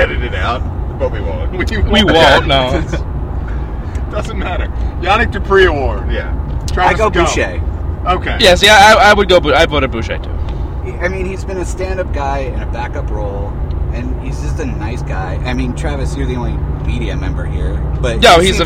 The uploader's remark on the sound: Live From Interstate 87. Live from the road on the way to Glens Falls, NY. We recorded this one in the car today.